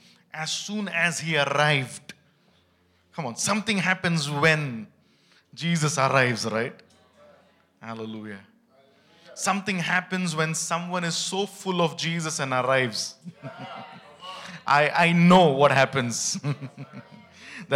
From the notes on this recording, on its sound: ministering at HISnearness Church, Bangalore at the Celebration Service